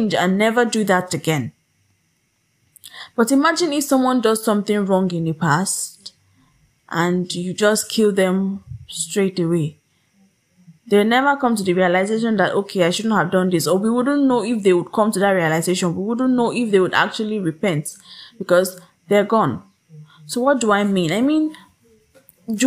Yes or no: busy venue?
no